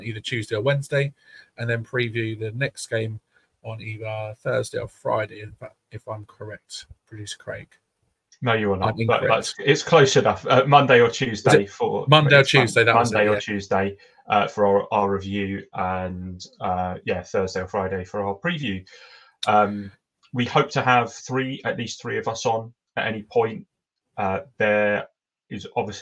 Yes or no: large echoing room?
no